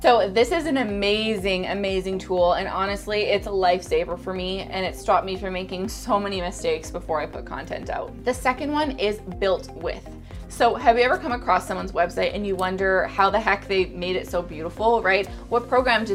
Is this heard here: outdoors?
no